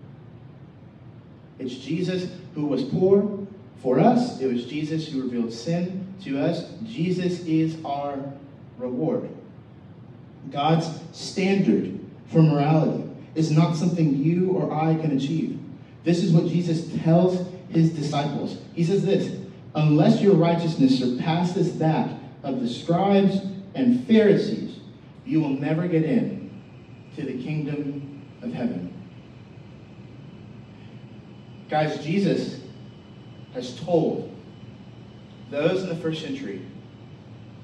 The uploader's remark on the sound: We apologize for the poor sound quality. We had major technical difficulties this Sunday morning.